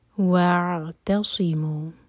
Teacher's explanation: واو کو عین سے جوڑا لیکن جھٹکا نہیں ہونے دینا، اور صاد ہیوی